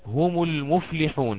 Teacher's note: تحركت ميم الجمع بالضم ولكن دون صلة